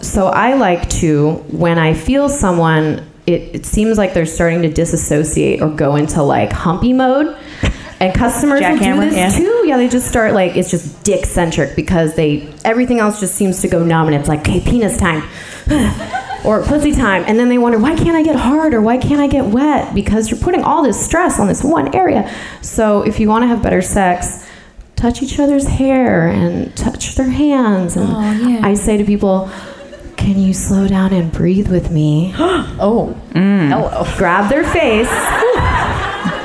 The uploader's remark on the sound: Live from Portland